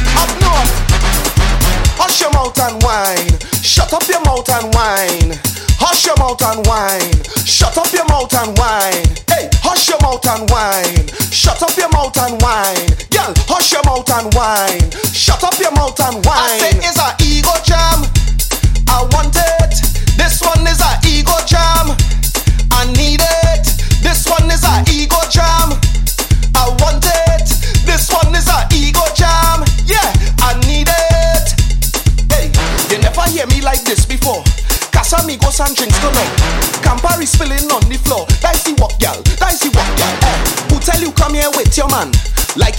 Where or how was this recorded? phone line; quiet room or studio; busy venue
busy venue